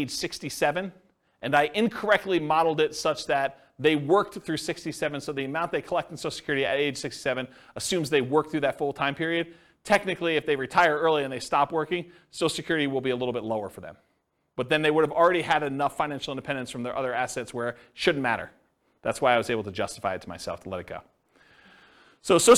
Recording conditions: live audience